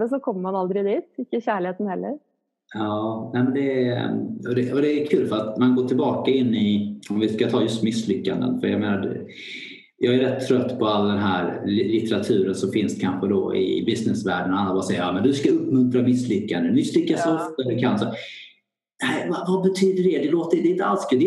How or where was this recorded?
video call